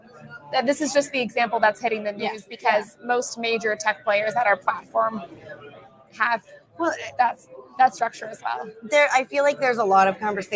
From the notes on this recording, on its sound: coming to you live from Coin Agenda at Puerto Rico Blockchain Week